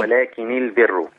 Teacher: فلما تبقى النون مخففة لما يوصلها ورش بالكلمة اللي بعدها يكسرها